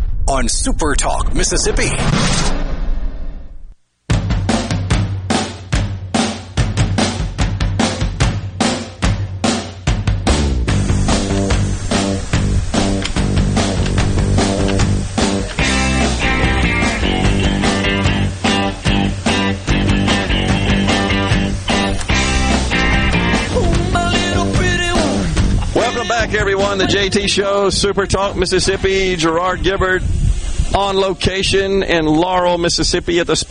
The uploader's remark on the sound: LIVE from Laurel, MS at the Sportsplex for The 2021 Dixie National World Series